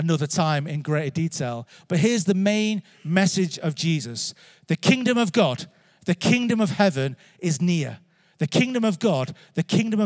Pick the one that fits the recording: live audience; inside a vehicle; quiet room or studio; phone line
live audience